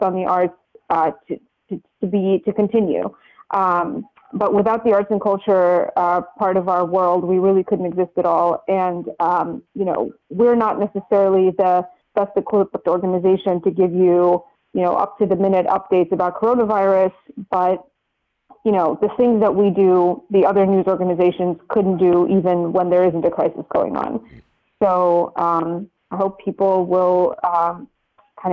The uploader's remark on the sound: joins us over the phone